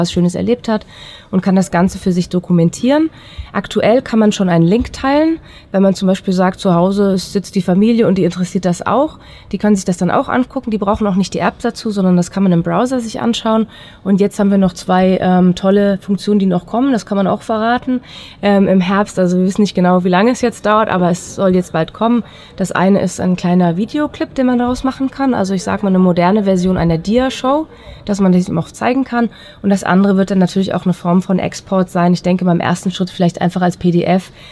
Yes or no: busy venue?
yes